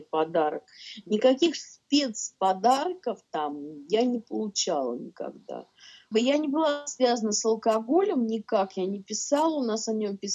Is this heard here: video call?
yes